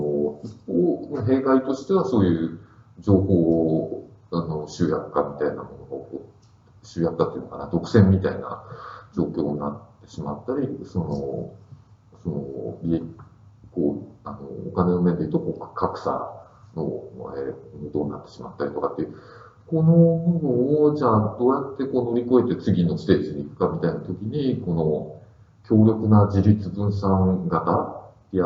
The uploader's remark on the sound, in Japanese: 旧マイクで音声ややわるいです。